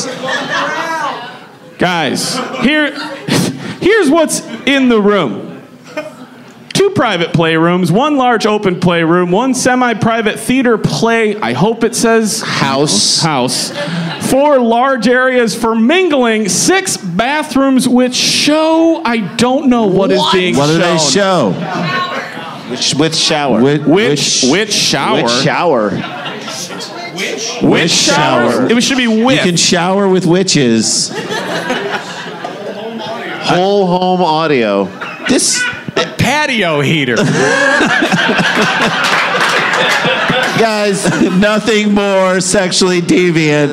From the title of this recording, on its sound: LIVE from Chicago!